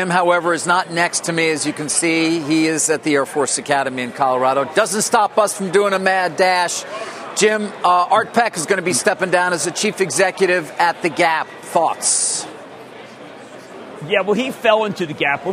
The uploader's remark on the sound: live from the Air Force Academy in Colorado